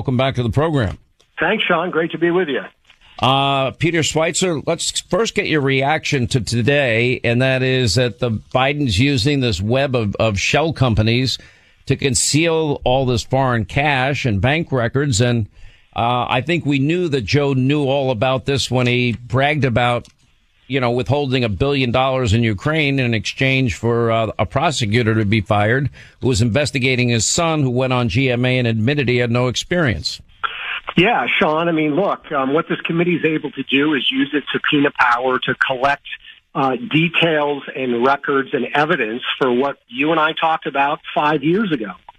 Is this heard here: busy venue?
no